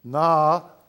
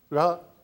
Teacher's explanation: this word with a long A at the beginning, na, and the short A, ra, are the same vowel · Term: long and short vowels